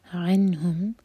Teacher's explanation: نون پر اظہار جب اظہار کریں تو نون پر جھٹکا نہ ہو اور نہ ہی ہول کیا جائے گا